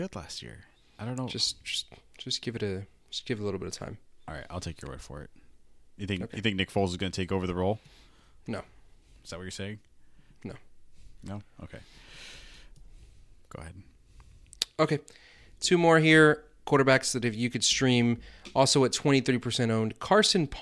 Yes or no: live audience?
no